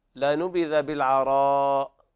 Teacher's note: مد واجب متصل، وقد مده ورش بالإشباع 6 حركات